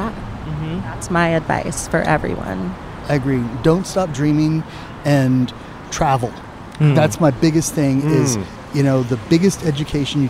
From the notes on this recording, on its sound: Recorded on 10/12/22 in front of Koontz Hardware in West Hollywood, CA.